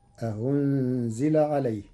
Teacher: أأنزل عليه الذكر، قرأ ورش كلمة أأنزل بتسهيل الهمزة الثانية بين، فتصير أهنزل عليه.